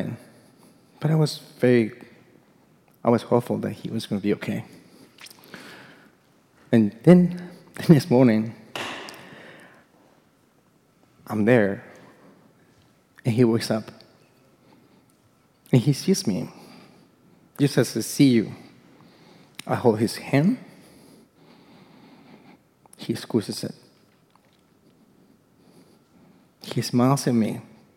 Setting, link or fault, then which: setting, live audience